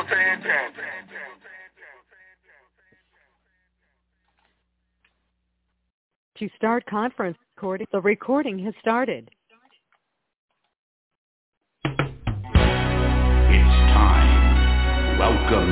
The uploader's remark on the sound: TNTSuperfantastic Conference Call.